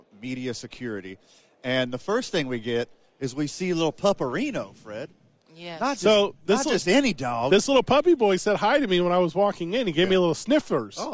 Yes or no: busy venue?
yes